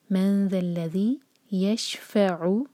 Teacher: یہاں پر زا کی ساؤنڈ نہ آئے، یہ ہے ذال. من ذا الذی یشفع، عین انشاءاللہ کوشش کریں عین نکلے، ٹھیک.